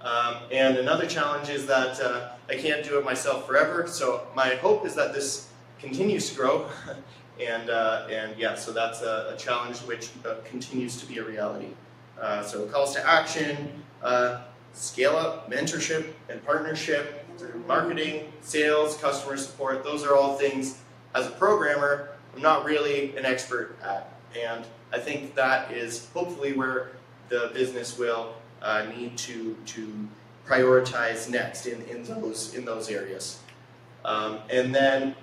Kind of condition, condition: setting, busy venue